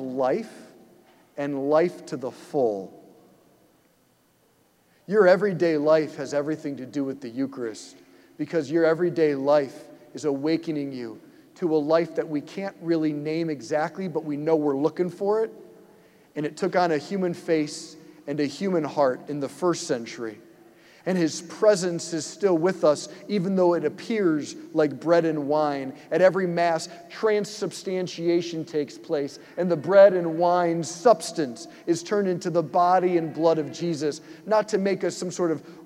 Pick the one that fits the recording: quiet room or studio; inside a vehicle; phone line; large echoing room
large echoing room